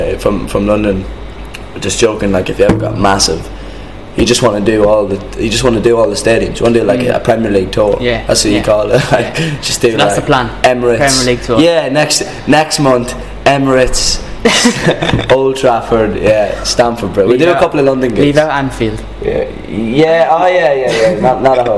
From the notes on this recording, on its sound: I was invited to a sound check